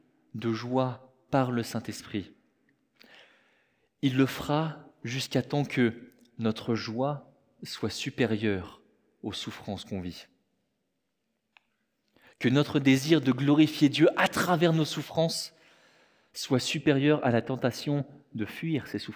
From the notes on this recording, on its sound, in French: Enregistré à l'église CVV, le 30/04/2023